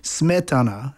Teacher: the accent in many Czech words are on the first part of the first syllable. And if you don't have the accent on the first syllable, you will sound like a foreigner.